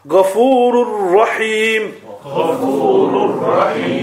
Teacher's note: Of the first Ra, the Tanween, the sound of Tanween is completely hidden. It's gone into the Ra. · Term: Idghami Tam